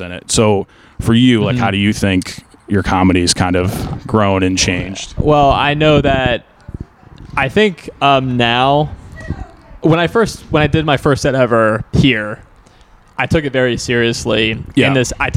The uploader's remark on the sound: Was recorded outside the comedy open mic at Wits End Saloon. In Timonium, MD.